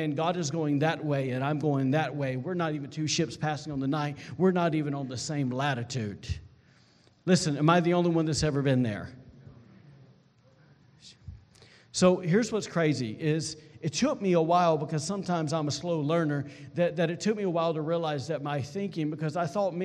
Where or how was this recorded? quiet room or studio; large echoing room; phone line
large echoing room